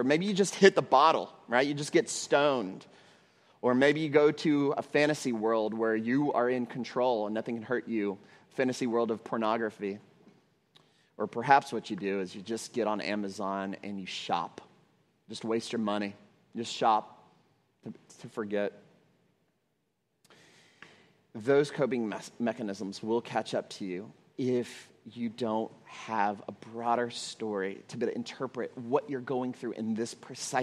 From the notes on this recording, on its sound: At Trinity Church, Puerto Rico.